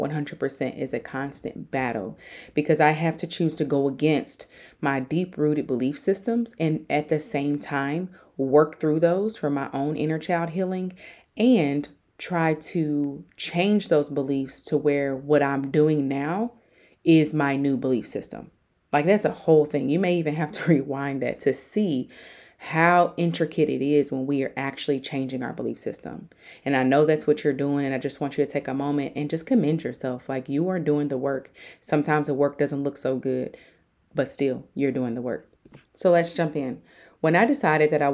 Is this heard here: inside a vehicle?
no